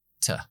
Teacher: Y to, en conversación, se queda con la schwa.